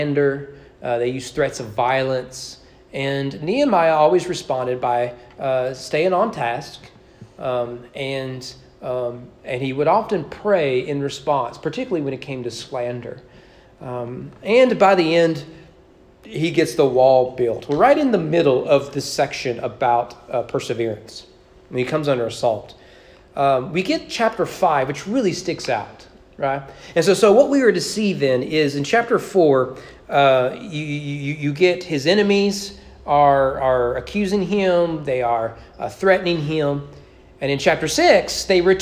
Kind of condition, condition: setting, large echoing room